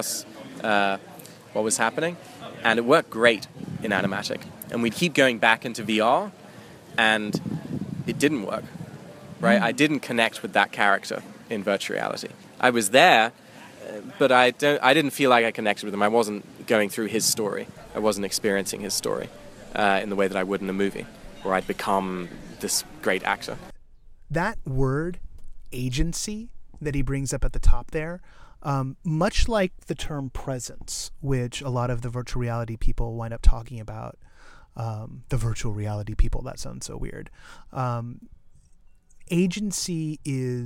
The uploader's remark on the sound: Recorded in a car and at the Oculus Story Studio's press event for Henry.